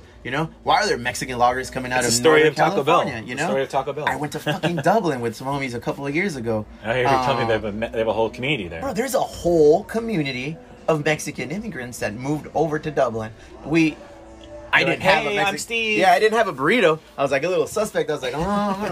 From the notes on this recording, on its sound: a conversation we did on location at his Chula Vista historic dive bar, The Elwood